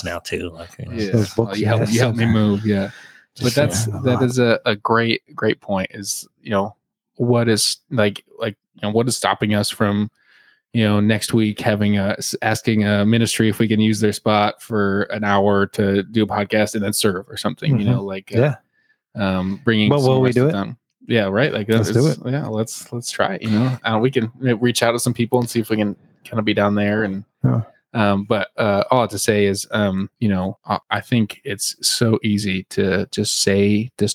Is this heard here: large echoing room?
no